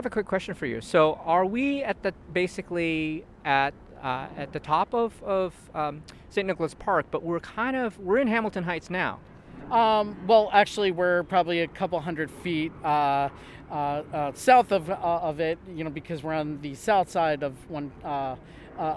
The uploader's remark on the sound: Recorded in the winter, we do a walking tour and discussion of St. Nicholas Park.